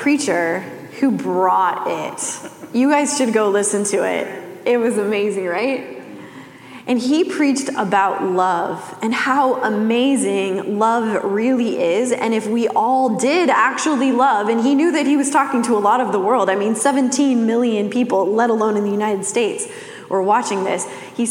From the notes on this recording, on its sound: Message delivered during the Classic service.